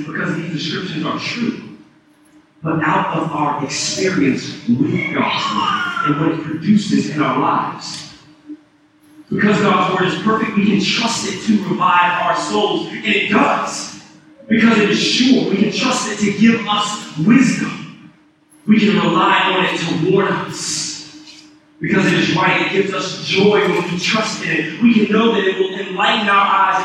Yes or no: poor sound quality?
yes